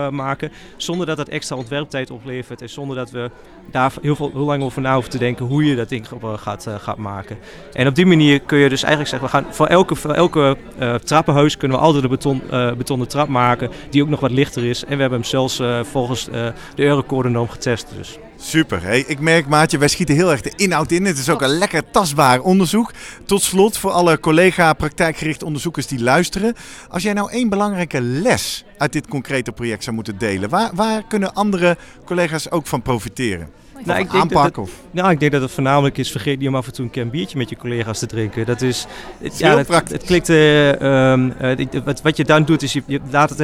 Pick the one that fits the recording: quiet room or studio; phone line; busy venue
busy venue